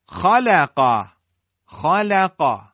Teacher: خا درشته، قاف درشته، لام اینجا استفال داره در بین دو حرف مستعلیه، پس لام ترقیق داره و خا و قاف تفخیم.